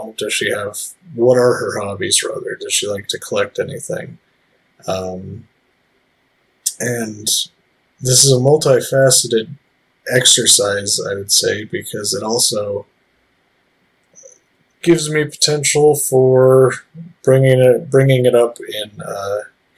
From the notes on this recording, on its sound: This was part of an initial recording session, there are sadly some audio issues we corrected for later episodes.